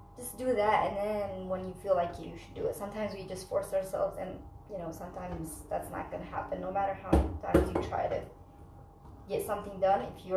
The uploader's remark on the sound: Super sorry for the bad audio quality so please don't listen to this w/ur headphones.